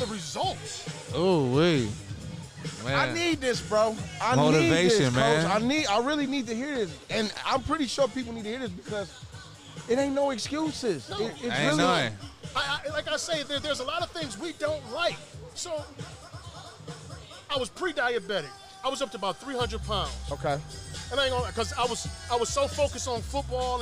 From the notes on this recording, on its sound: Live from Sound Mind Sound Body.